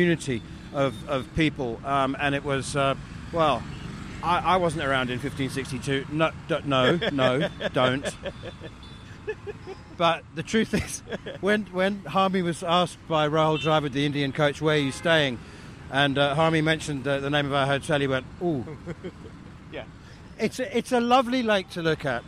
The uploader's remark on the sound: Live from the back of a Tuk-Tuk. Hyderabad.